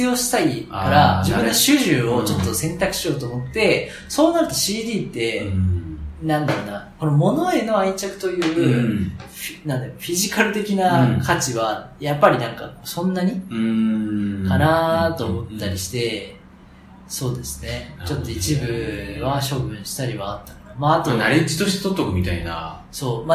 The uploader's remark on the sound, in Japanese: 今回も対面での収録！録音環境の都合上少々聴こえづらく感じるかもしれません。マジで飛行機のジェット音じゃん！